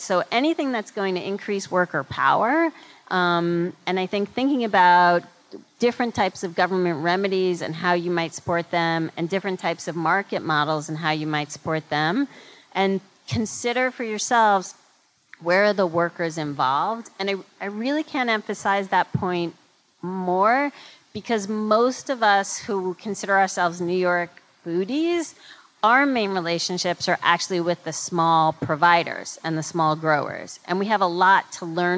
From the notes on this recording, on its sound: Panel discussion on agricultural labor in front of a live audience at Brooklyn’s Museum of Food and Drink (MOFAD).